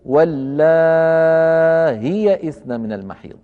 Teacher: حفص عن عاصم يقرأ واللائي بهمزة مكسورة محققة وبعدها ياء، ورش رحمه الله يقرأها بهمزة مسهلة من غير ياء بعدها